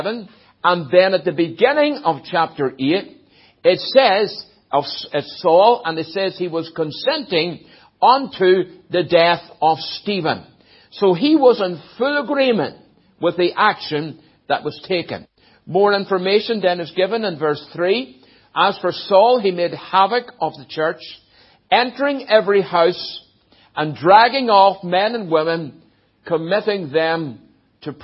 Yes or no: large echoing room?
yes